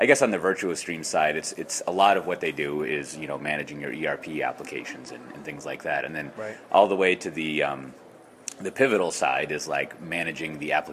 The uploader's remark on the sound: Live to Tape from DellEMCWorld